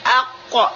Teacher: Kalau kita baca qaf aq, boleh kita menaruh lidah, ujung lidah kita di depan, tetapi pangkal lidah kita harus naik · Term: isti'la